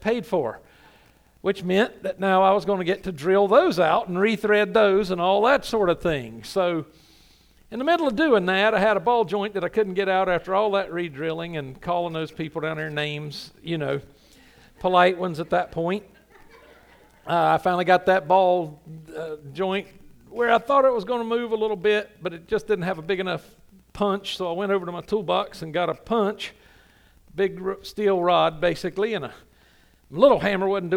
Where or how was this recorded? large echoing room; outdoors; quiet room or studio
large echoing room